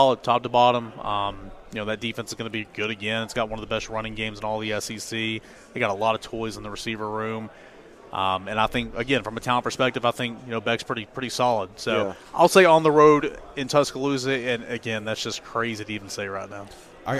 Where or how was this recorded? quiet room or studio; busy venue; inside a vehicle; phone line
busy venue